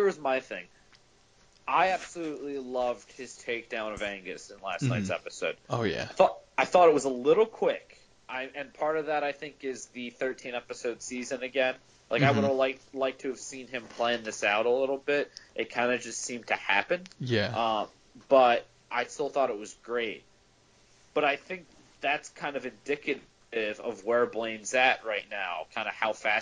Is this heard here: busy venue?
no